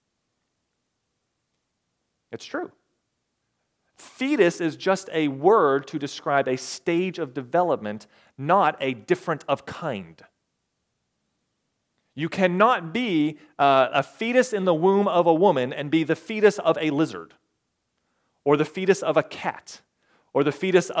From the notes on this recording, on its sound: recorded May 14, 2022, at the Ringgold Seventh-day Adventist Church.